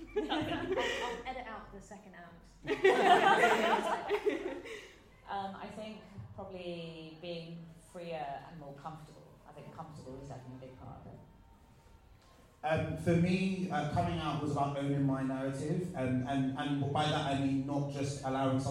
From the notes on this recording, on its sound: A recording of the panel Saying Good-bi to the Closet from Bi Pride UK 2019 .